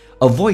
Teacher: Avoid the D 不发音，这叫略音